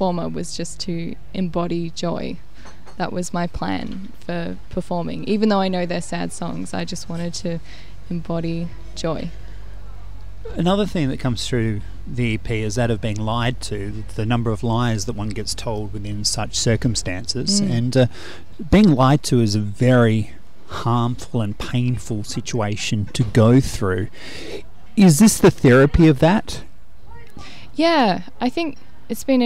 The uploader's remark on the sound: Outside the Organic Cafe in Stirling in the Adelaide Hills